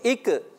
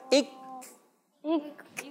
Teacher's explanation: آواز بند ہوتی ہے مگر سانس جو ہے بند نہیں ہوتا · Shown in: second take · سانس بند نہیں ہوتا، وہ جاری ہوتا.